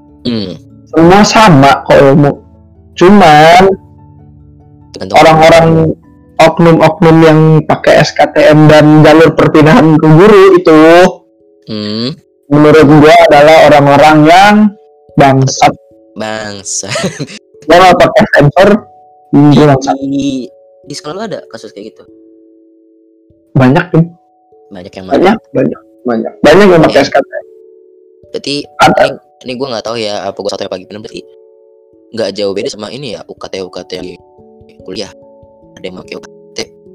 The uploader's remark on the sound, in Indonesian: maaf banget sound kami masih tidak layak